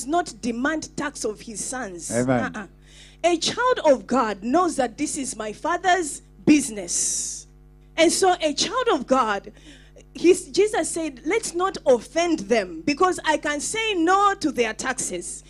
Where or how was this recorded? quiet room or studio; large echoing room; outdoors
large echoing room